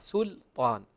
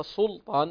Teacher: كلمة سلطان هي مستفتحة بالسين المضمومة وبعدها حرف اللام، فالأصل أن تنطق مرققة · Shown in: first take · سلطان وليس سلطان، لأن الذي يجعل السين صادا سيفخم اللام.